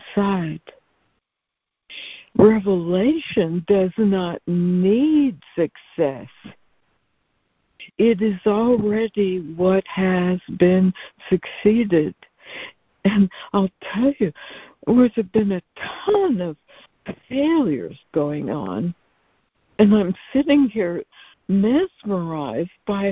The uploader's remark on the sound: ACIM Daily Conference Call.